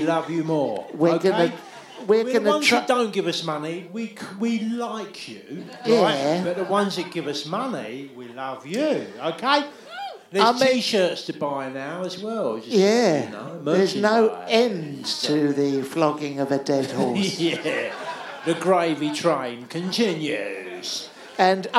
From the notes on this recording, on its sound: LIVE at the Underbelly, London, 7th June 2019